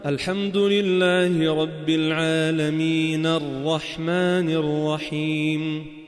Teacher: لأني وقفت عند العالمين فصارت الحركة سكون، لأن العرب لا تقف على متحرك. · Term: المد العارض للسكون